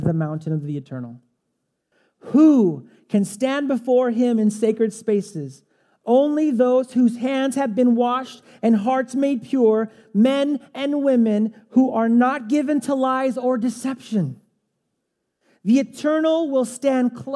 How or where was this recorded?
large echoing room